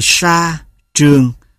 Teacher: đầu lưỡi ngạc như s, tr trong các từ xa, trường ở cách phát âm miền Trung hoặc miền Nam